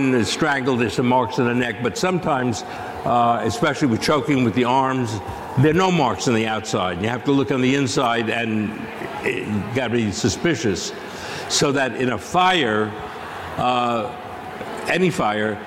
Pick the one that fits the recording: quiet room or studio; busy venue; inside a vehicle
busy venue